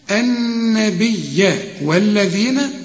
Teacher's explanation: النبي والذين، طلع لسانك في الذال